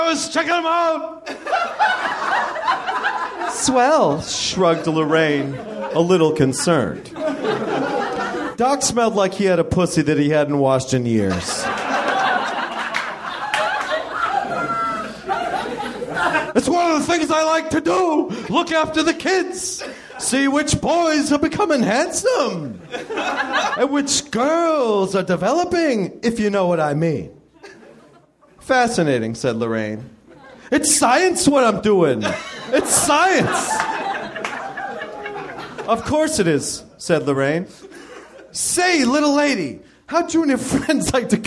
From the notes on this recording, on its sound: Live from the Nerdmelt Theater in LA